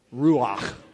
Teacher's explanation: you get to like gargle back there as you say it. So it'd be like ruach.